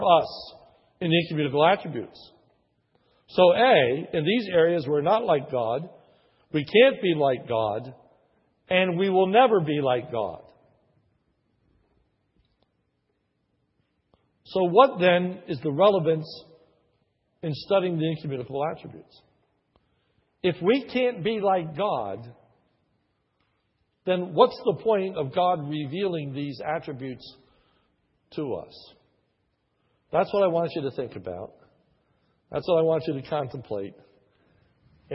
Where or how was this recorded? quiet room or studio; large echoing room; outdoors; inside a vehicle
large echoing room